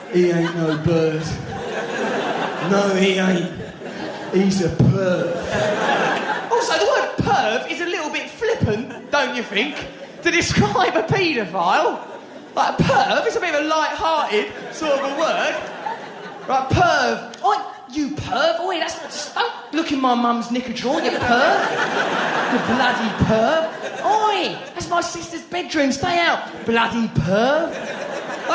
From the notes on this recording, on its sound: Recorded in London during his sell-out 2006 tour.